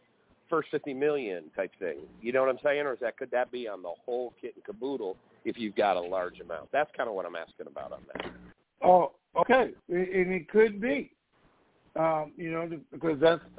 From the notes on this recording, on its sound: TNTSuperfantastic Conference Call.